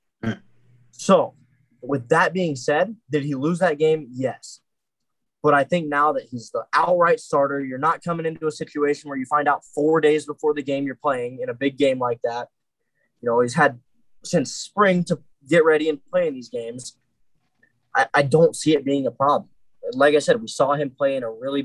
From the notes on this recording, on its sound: Major internet problems.